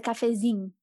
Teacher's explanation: But with the accent it would be instead of saying cafezinho, I say cafezinho, which is it comes from the Minas region. So we always instead of saying zinho, we would say zing.